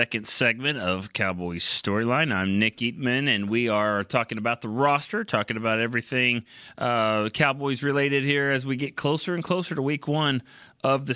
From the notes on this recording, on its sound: Plenty of phone calls came through the line